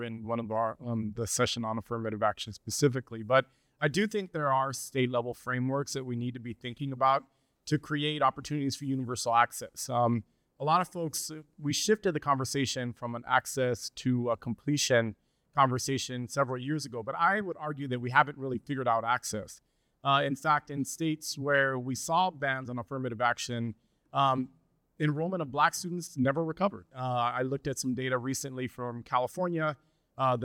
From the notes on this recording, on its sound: This episode was recorded live at Future Ready, Complete College America's 2023 Annual Convening in Las Vegas.